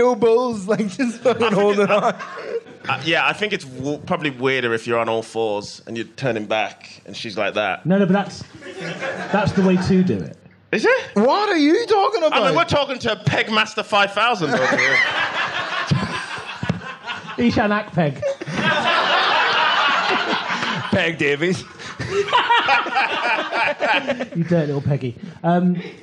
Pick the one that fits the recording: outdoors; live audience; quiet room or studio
live audience